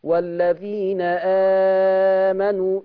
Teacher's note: الآية فيها والذين امنوا مد بدل يا بتعمليه 2 يا 4 يا 6